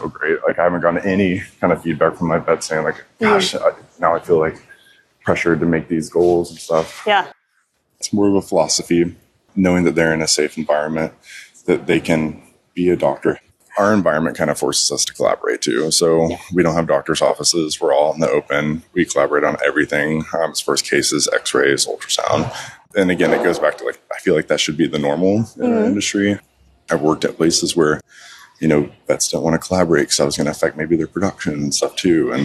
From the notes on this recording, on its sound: This special episode was recorded on the move at the VMX conference, so listeners will get to experience the lively atmosphere of the event in the background.